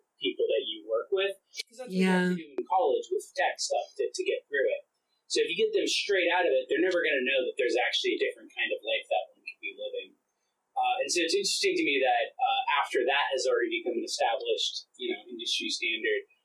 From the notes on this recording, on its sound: Unfortunately, the process of setting this up the first time lead to some bad audio issues, which we will have straightened out by our next one.